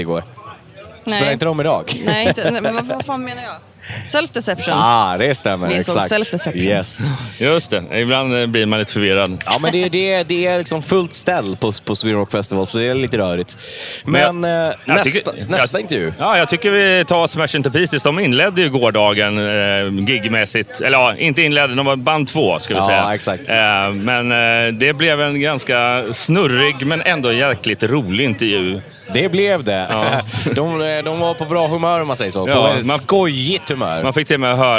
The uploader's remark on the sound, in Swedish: Rockflödet är på plats igen på Sweden Rock Festival och täcker festivalen.